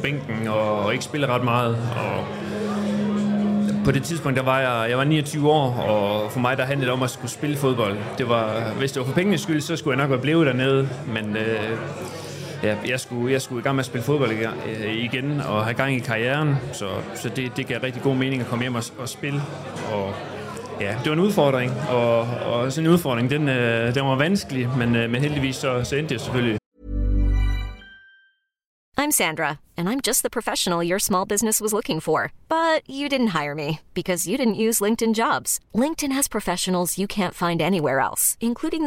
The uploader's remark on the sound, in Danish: live fra Proud Mary